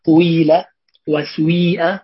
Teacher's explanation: يبتدئ بضمة أو ببعض ضمة وقدرها الثلث، ثم يأتي الكسر وقدره الثلثان، فيبتدئ بقاف مضمومة أو بعض ضم فيقول قويلة وسويئة، وهذا يقرأ به أكثر المصريين. · Term: الإشمام